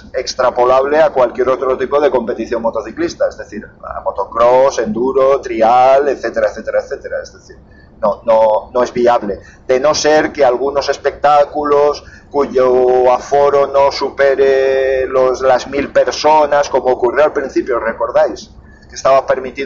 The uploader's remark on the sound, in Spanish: Ah, por cierto, disculpad el audio que es espantoso.